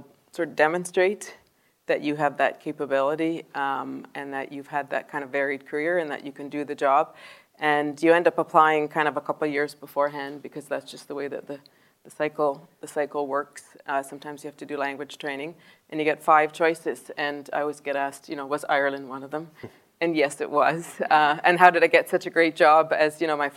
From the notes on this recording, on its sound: Live in Dundrum. A live chat in Dundrum recorded before an enthusiastic audience.